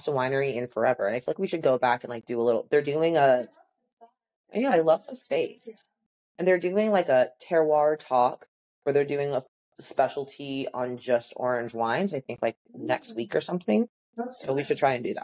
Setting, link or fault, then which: fault, poor sound quality